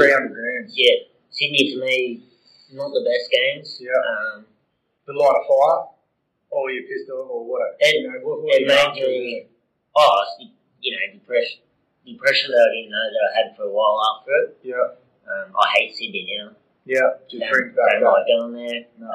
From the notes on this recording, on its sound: Sometimes things don't go exactly as planned, and that's exactly what happened during this interview. We faced a little technical glitch with the audio.